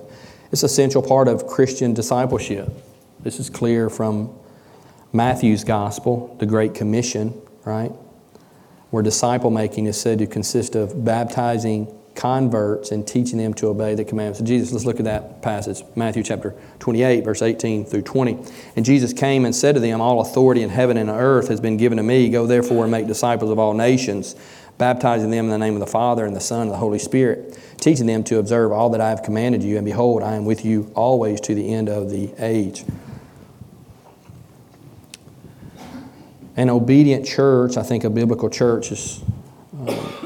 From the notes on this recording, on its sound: Join us from the Pulpit of Beaver Baptist Church in Brighton, Tn.